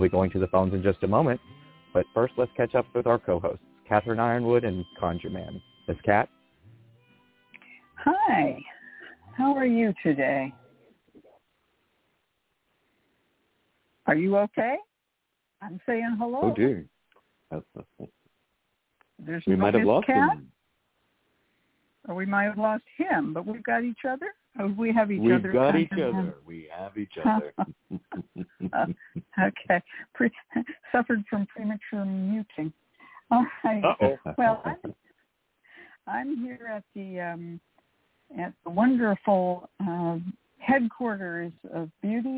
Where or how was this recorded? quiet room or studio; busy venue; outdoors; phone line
phone line